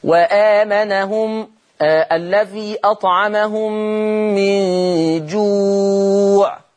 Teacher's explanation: لو وقفت على كلمة جوع مدت ولا ما مدتش الواو؟ مدت الواو. · Term: صفة المد